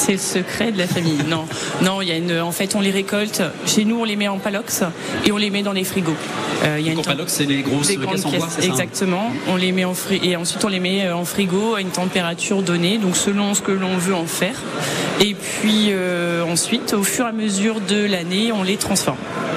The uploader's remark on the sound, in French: Emission spéciale en direct du Salon International de l'Agriculture